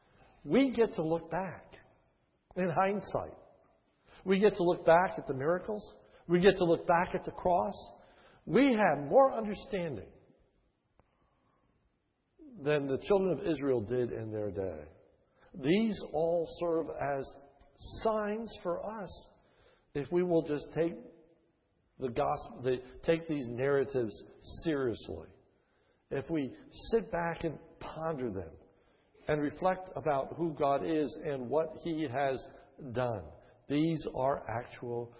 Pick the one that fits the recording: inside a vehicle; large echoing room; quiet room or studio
large echoing room